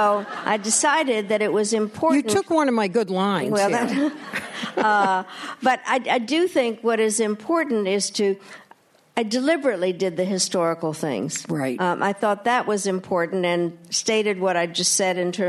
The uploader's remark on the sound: RJ Julia recently hosted the former Secretary of State to a sold-out crowd at the Yale School of Management.